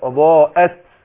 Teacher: شوف تحقيق الهمزة مش أضاءت ضاءت ضاءت كده